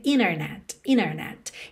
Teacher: A gente omitir o T e ligar no N. Acontece, por exemplo, com a palavra internet, que você pode dizer internet, internet.